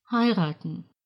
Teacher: В глаголе «heiraten» ударение также падает на первый слог. Обратите на это слово особое внимание, потому что многие произносят его неправильно.